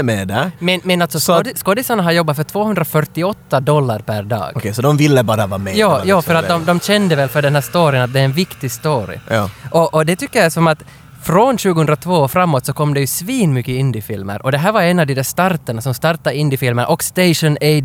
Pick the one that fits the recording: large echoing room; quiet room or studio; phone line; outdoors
outdoors